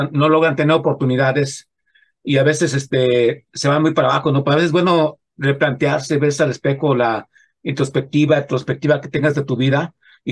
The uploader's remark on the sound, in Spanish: Charlamos via zoom